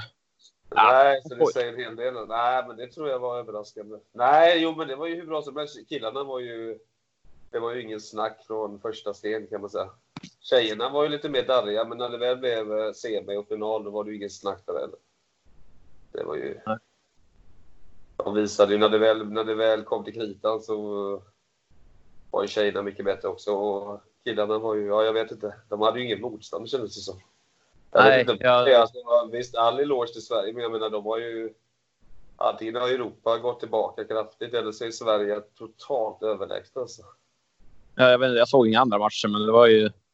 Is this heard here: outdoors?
no